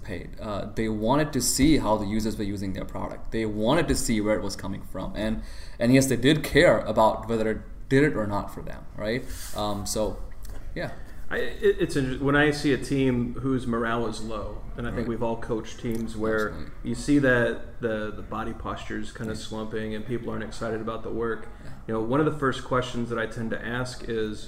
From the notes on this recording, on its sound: at the AgileIndy Conference in Indianapolis, Indiana